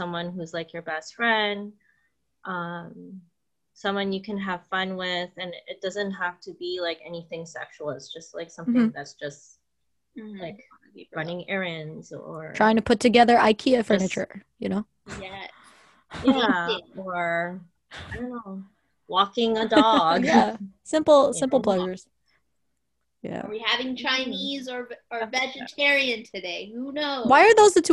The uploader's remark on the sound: This episode we are on another zoom session.